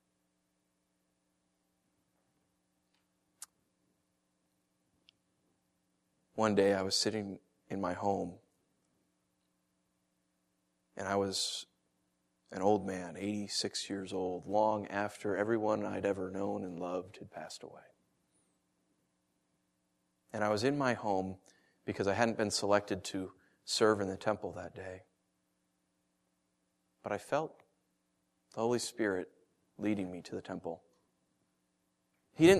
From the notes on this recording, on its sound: Originally preached December 21st & 22nd 2013 at The Orchard Church. Originally preached December 21st & 22nd 2013 at The Orchard Church.